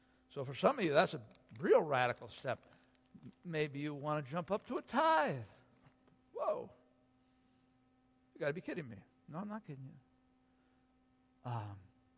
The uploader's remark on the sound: Sunday Worship Service - Audio